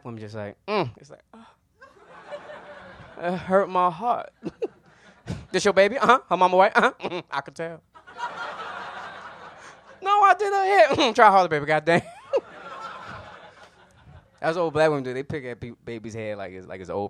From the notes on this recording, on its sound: Book Club is a comedy variety show. Live sound and recording by Harry Scott. Recorded live January 27, 2018 at Union Hall.